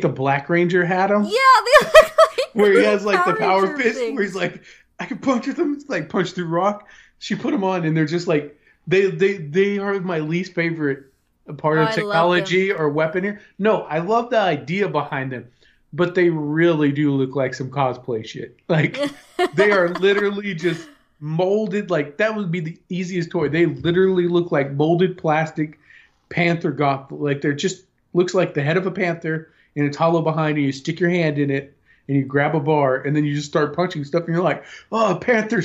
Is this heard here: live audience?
no